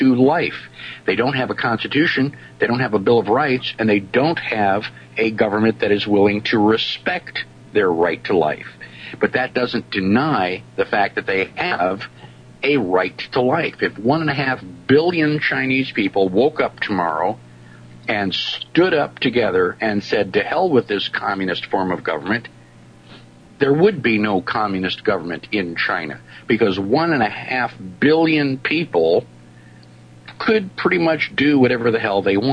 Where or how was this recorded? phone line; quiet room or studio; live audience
phone line